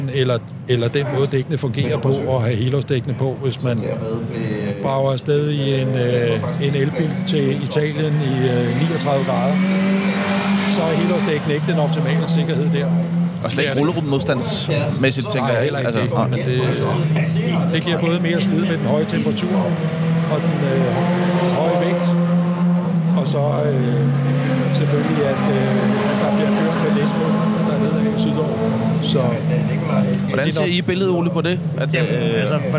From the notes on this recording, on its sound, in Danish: Ægte racestemning fra NDI's stand ved CHGP 2023. I denne episode er podcasten taget til CHGP 2023 og har fået plads på NDI's stand. Med ægte stemning af race og lyd fra de hurtige biler. Copenhagen Historic Grand Prix.